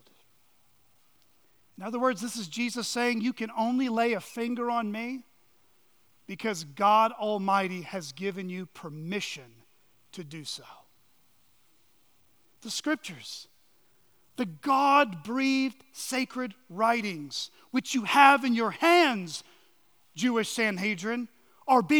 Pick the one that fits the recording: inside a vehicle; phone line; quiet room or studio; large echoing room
large echoing room